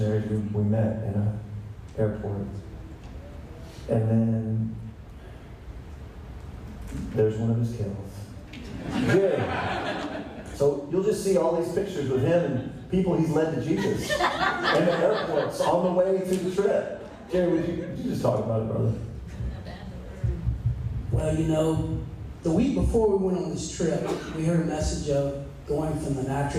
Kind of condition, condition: fault, poor sound quality